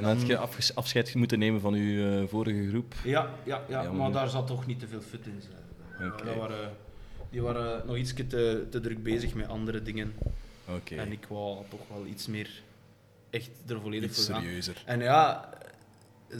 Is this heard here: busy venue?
yes